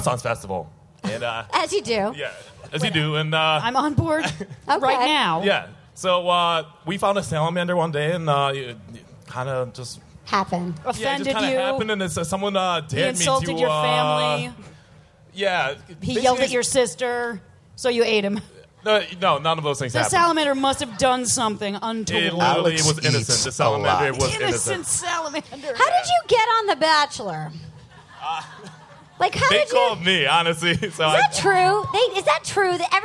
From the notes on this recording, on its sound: Live from Outside Lands! Live at Outside Lands Music Festival in San Fransisco! Opium tents!